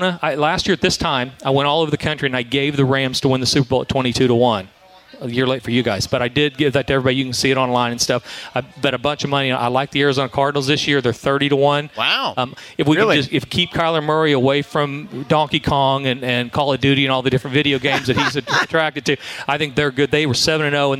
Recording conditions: busy venue